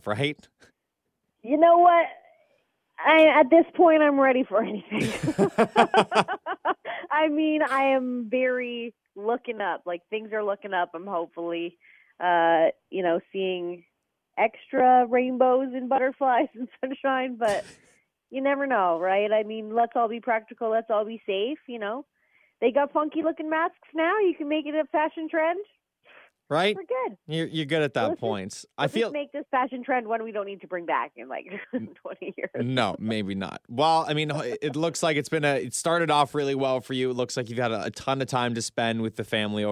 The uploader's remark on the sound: on the phone